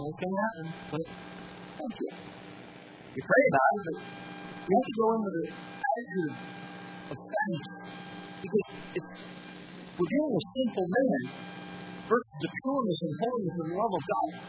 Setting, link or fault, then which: setting, large echoing room